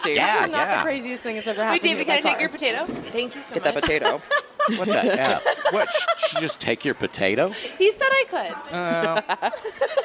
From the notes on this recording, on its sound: LIVE from The Sizzler in Eagle Rock, CA